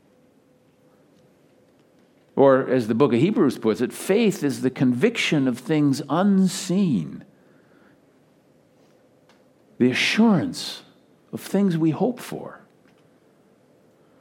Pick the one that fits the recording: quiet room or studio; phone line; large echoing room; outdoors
large echoing room